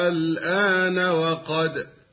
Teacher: وبالاستماع إليهما نجد الهمز ممدودا وبعده سكون اللام · Term: المد اللازم الكلمي المخفف